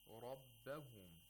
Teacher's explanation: we have a ra with a fatha, and as a result, we have to pronounce it with tafkhim. Remember, ra is not a letter of isti'la.